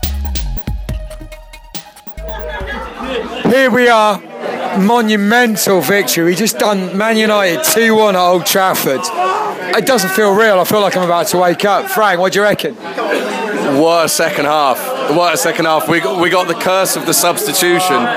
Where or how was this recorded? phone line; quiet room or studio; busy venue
busy venue